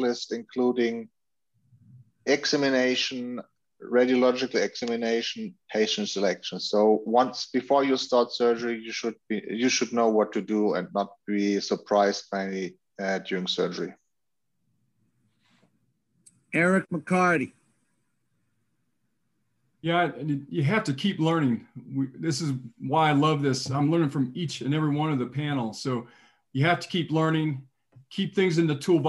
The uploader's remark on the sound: WEBINAR REPLAY. An audio replay of our recent webinar presented by the ISAKOS Shoulder Committee.